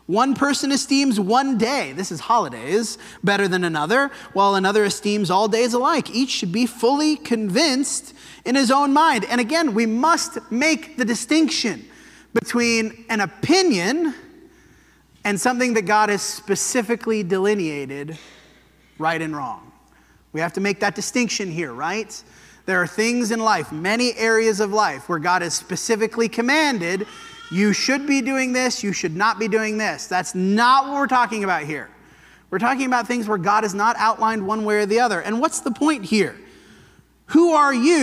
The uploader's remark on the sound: This sermon was preached at the Dewey Church of Christ on August 6, 2023.